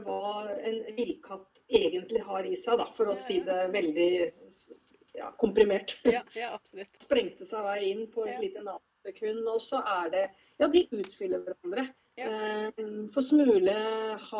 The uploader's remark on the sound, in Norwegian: Tok vi en skypetelefon. Litt distrahering med en grå liten kattepus, som vandrer på tastaturet og tilogmed setter rompa i webkameraet....